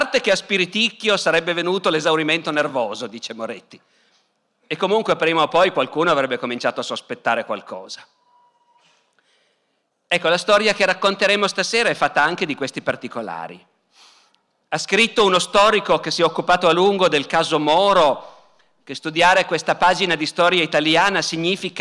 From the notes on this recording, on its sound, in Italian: Dal Festival della Mente 2017.